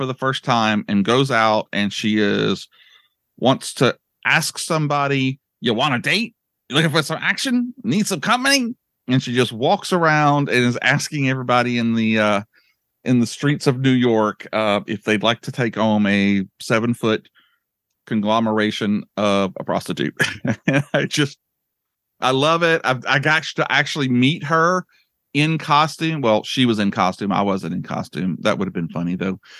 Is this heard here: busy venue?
no